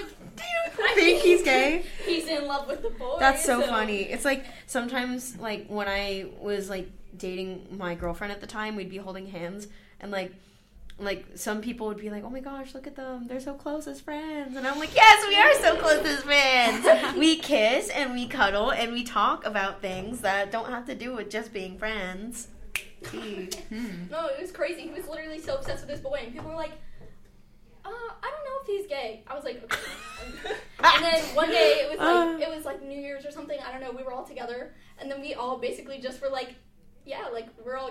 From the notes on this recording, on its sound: Only half of this episode was saved, for some reason. Sorry for this mess of an audio clip.